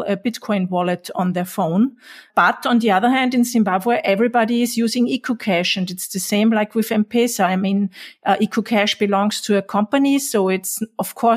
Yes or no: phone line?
no